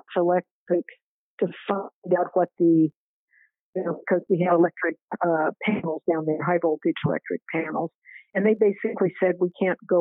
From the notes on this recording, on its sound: Spoke to WFHB News over the phone earlier this afternoon.